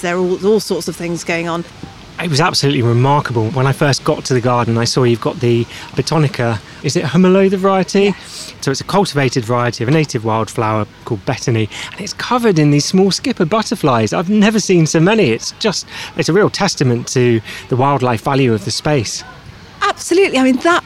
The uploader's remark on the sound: RHS Hampton Court Palace Garden Festival 2023. We’re taking you inside the Floral Marquee and Festival of Roses to get advice from the UK’s best nurseries.